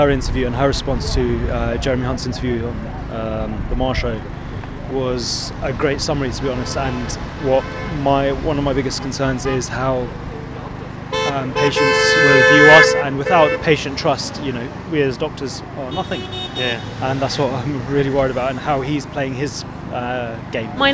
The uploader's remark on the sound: from the picket line